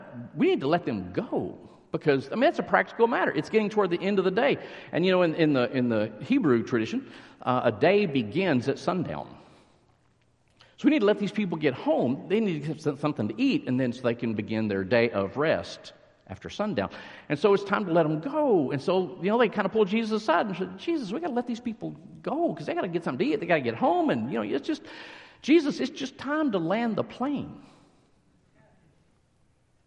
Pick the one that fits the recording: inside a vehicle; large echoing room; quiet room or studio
large echoing room